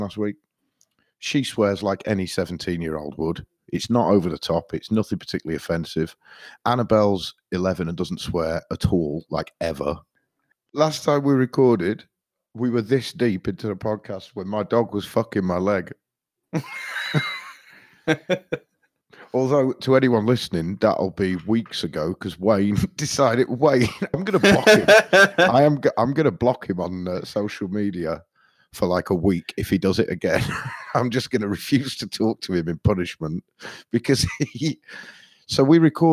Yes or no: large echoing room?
no